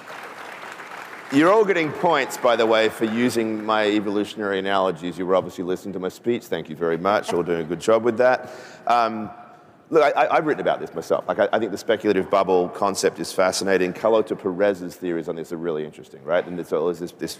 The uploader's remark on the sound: A Consensus 2023 panel